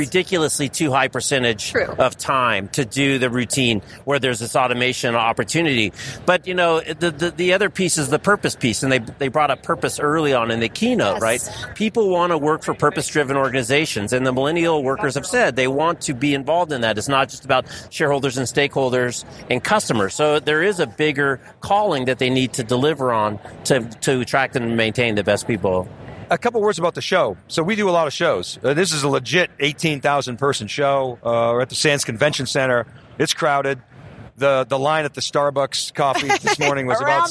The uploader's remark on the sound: TheCUBE kicks off our coverage of ServiceNow Knowledge 18. At the Sands Expo Hall in Las Vegas.